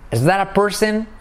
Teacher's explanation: Todo junto, la T se convierte en una R suave.